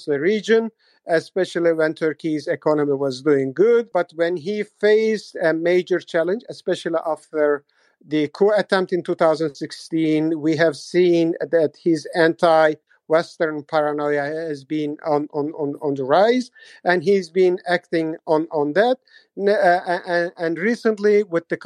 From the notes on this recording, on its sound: recorded on Twitter Spaces